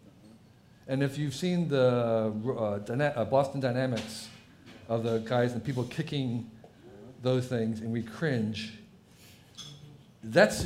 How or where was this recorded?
busy venue